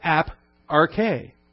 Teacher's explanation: because you have apo in front of a word that starts with a vowel, you drop the O. You're left with ap-arche.